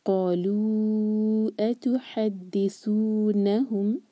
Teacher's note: قالو اتحدثونہم، یہاں پر اتحدثونہم میں میم ایمٹی ہے، اس کے بعد بار آئے تو یہاں پر ہم ٹائم دیں گے لیکن ہونٹوں کو ٹائٹ بند نہیں کریں گے کیونکہ یہاں پر ہمارا اخفاء شفوی ہے